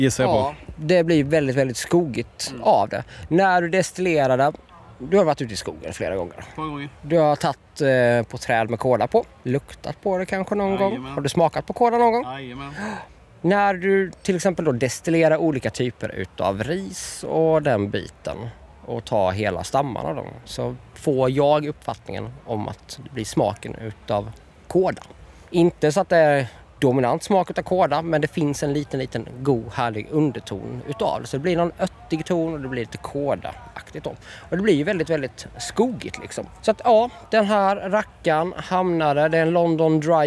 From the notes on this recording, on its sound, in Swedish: FESTIVALSPECIAL. Här i vimlet på Dylta Bruk.